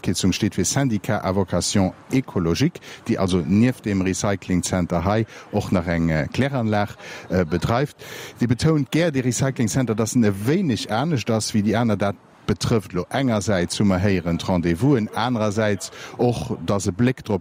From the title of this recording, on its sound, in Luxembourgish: Live aus dem Sivec Schëffleng